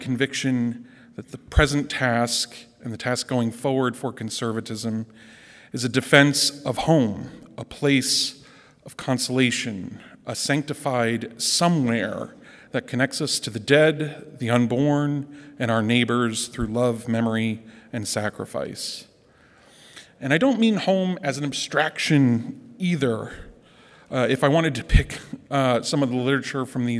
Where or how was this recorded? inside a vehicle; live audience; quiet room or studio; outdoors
live audience